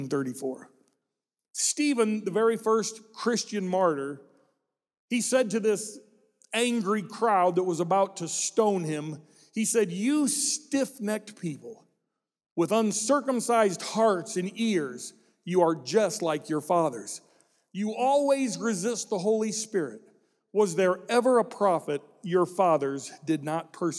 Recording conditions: large echoing room